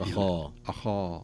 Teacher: خاء مفخمة، هذا من حروف الاستعلاء، وخاصة أنه مفتوح، وهو من أعلى درجات التفخيم، ثم يأتي بعده الألف، الألف التي بعده أخا تتأثر بما قبلها، فتفخم الألف